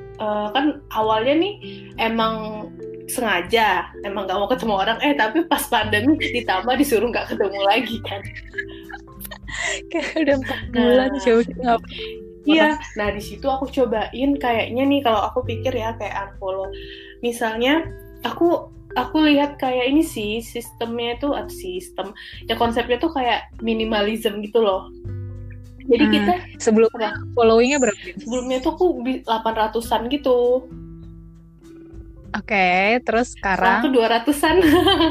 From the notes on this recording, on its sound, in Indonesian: Podcast ini dibuat dari rumah kita masing-masing, jadi kalau kualitas suara kurang baik mohon dimengerti yaa guys